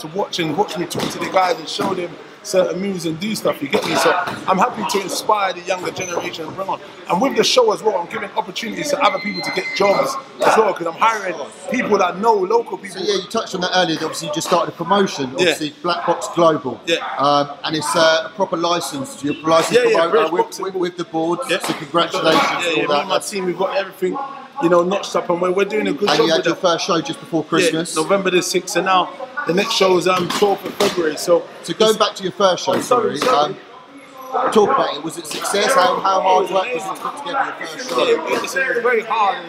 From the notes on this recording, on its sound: Video Interview. Please Excuse The Background Noice, It Was Really Busy In The Gym.